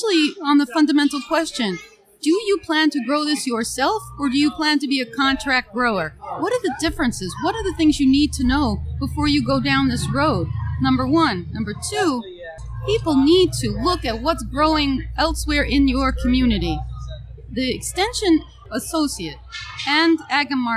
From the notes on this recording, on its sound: Recorded at Empire Farm Days.